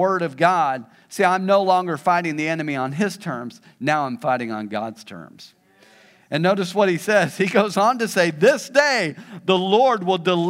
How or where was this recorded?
large echoing room